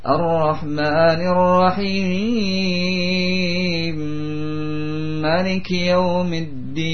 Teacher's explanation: harakat mim yang pertama hilang, masuk pada yang kedua · Term: idgham mithlaini kabir